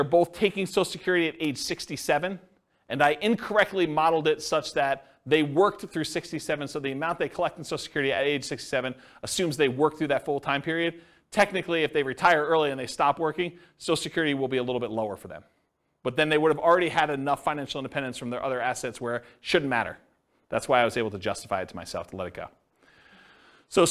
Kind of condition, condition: setting, live audience